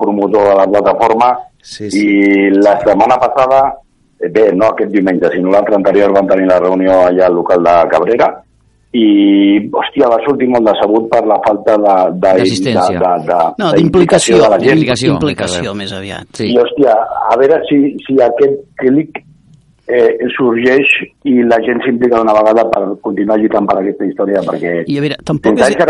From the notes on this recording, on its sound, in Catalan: Rebem trucada en directe del club ASR Clàssics. Que es troba de ruta amb els 600.